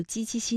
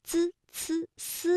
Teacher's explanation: 我们在读鸡栖息的时候呢，感觉到是舌的中间在使劲，也就是我们通常所说的舌面，而滋呲丝呢会感觉到是舌尖在用劲